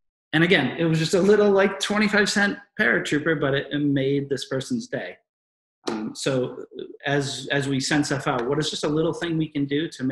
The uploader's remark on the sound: In this webinar recording